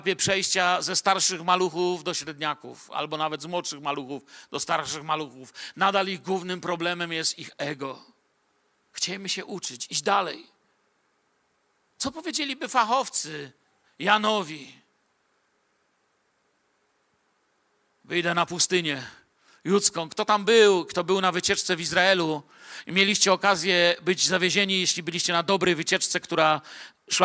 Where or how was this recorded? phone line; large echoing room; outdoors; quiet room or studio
large echoing room